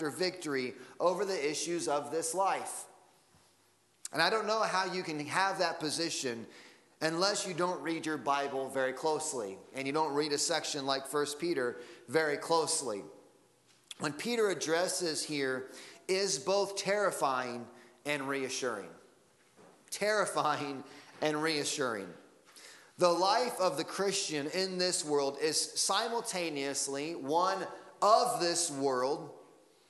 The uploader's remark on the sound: Sunday Morning Sermon Audio